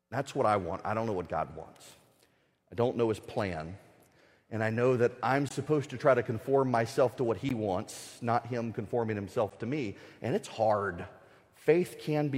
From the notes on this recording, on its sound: The speech was at the Ethics and Religious Liberty Commission's 2018 annual conference.